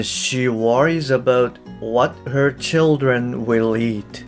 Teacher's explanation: worries about what her children will eat でこの文章の、まあ、特にですね What her will eat はいこの部分が、まあ、ちょっとあの取りにくいかもしれないですでただ早いんですけれどもあのそれぞれの音素っていうのをしっかり言っているんですね例えばあの her の h の音これもですねあの比較的あのはっきりと発音しているなっていうふうに思いますこの場合よくですねあの H のまあ her の H ですねこれってあの落ちやすいんですよねなので what her の部分これは what her what her みたいな感じのまあ H が脱落しちゃうとなので